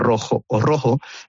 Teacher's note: esa aspiración de rojo, esa J aspirada sí que es mucho más común de la zona de Sevilla, de Cádiz y de Huelva